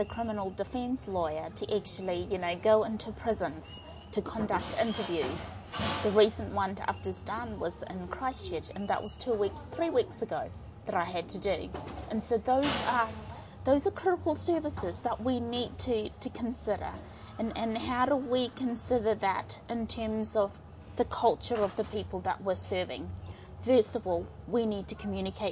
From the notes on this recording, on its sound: Caught up with the NZ Red Cross delegate and writer at the 7th Melanesian Arts & Culture Festival in Port Vila, Vanuatu. Enjoyed kava & poetry at Alliance Française.